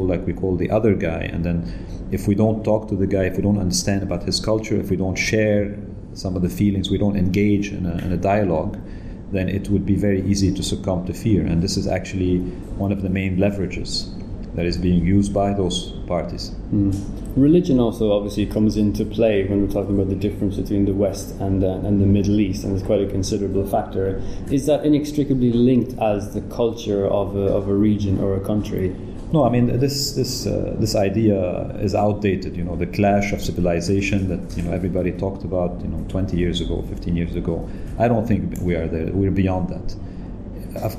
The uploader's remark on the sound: This interview was recorded at the World Summit on Arts & Culture in Malta organised by IFACCA and Arts Council Malta.